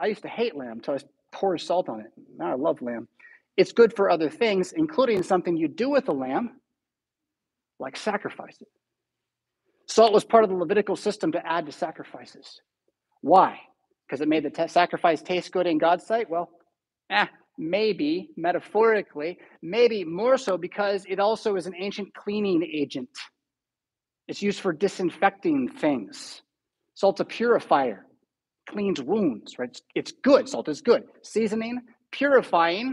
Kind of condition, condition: setting, large echoing room